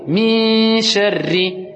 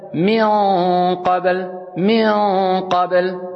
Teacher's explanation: Il y en a un avec al-tarqiq, c'est-à-dire de façon aiguë, et un irfa de façon plus emphasée, grave, ce qu'on appelle al-tafrim. Quelquefois on va dire mi, c'est comme si tu faisais un sourire.